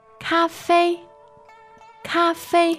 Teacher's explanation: Two first tones there, isn't it?